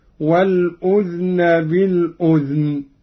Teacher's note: قرأ قالون بإسكان الذال هكذا: والأذن بالأذن، كيفما ورد في القرآن، وهي لغة تميم وأسد وعامة قيس.